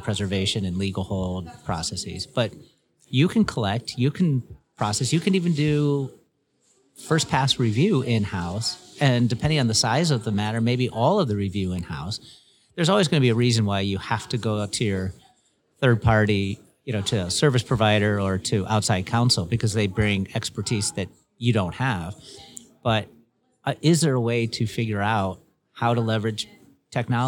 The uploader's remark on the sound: interviews at the 2024 LegalWeek conference